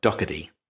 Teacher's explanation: in my lazy American, the T sounds like a D